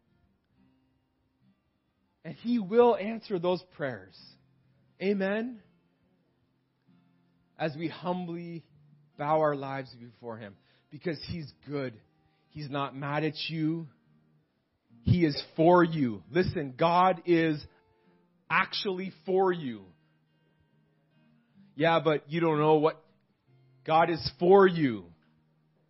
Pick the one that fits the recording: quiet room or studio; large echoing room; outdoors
large echoing room